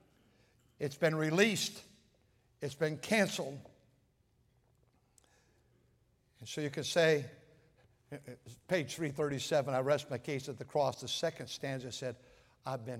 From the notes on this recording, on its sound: at North Valley Baptist Church in Santa Clara, California, during the Sunday Morning service